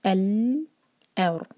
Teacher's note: ہم پڑھیں گے ال اور، الف پر فتحہ، را سے جوڑیں گے اور، اور را پر سکون اور اس سے پہلے فتحہ ہے، تو را ہیوی ہونا چاہیے، منہ بھر کر پڑھیں گے را کو